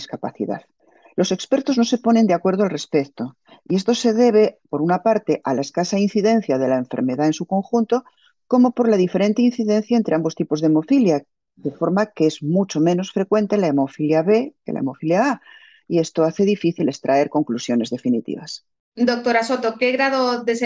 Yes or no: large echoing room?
no